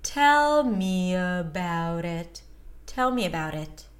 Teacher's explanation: Primary stress on tell.